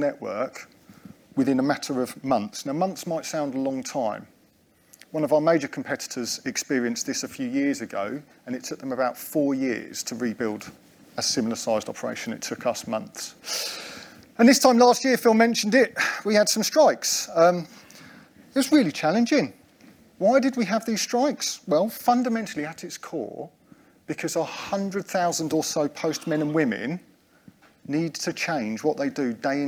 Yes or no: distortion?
no